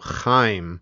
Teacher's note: If they say Chaim, then you try to make that ch sound the same way, even if you sound like you're clearing your throat